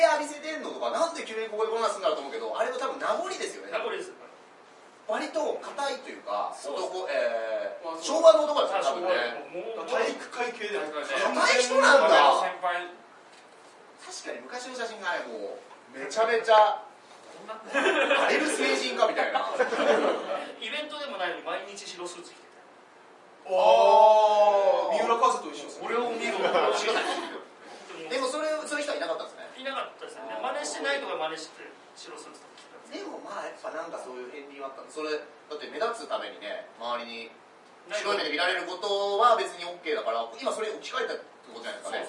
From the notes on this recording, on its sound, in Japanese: 公開収録ライブ